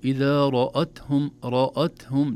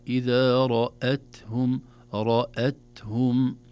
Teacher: إذن تفخم الراء ولا تؤثر على الهمزة بعدها، لأن الهمزة دائما ترقق في سائر أحوالها · Shown in: second take